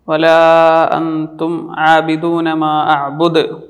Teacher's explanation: ദാല് കൽക്കലത്തിൻ്റെ അക്ഷരമാണ്. ആയത്തിൻ്റെ അവസാനത്തിലായതുകൊണ്ട് തന്നെ കുബ്രയായ അളവിൽ അതിൻ്റെ കൽക്കലത്ത് വരും